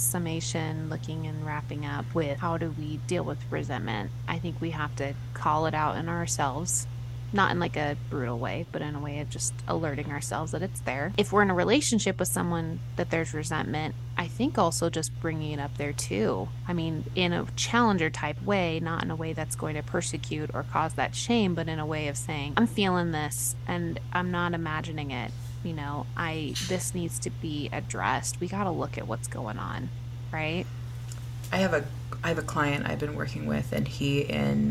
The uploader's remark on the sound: We apologize for the background noise!